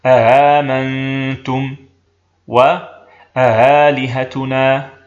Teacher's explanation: فقرأهما قالون بتسهيل الثانية من غير إدخال، إذ هنا اجتمعت ثلاث همزات: الأولى المفتوحة المحققة، والثانية المفتوحة المسهلة، والثالثة المبدلة ألفا، فلم تدخل ألف الفصل بين الأولى وبين الأخريين خوفا من ثقل الكلمة باجتماع همزتين بينهما همزة.